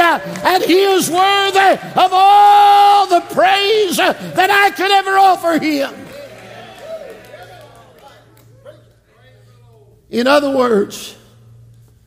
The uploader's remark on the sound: This message was preached from the 2023 Calvin - Doris Evans Memorial Camp Meeting.